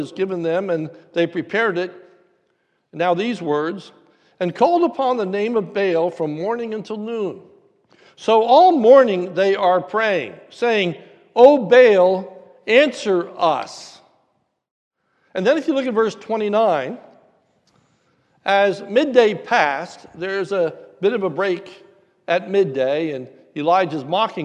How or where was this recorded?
large echoing room